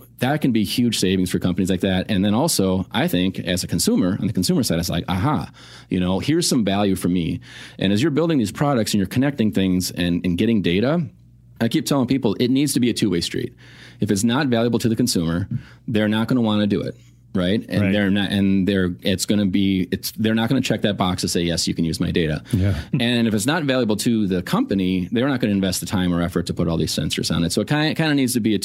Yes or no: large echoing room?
no